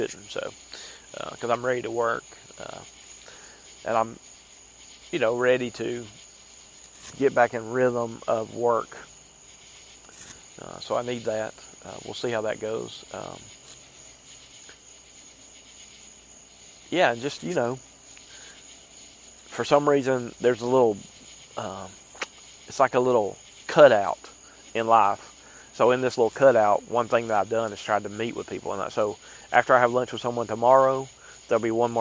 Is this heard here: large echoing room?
no